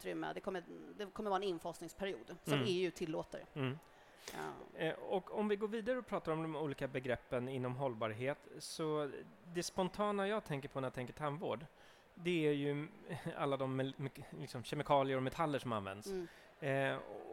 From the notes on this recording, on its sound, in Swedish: Live från tandläkarmässan. Live-podd från Swedish Dental Expo.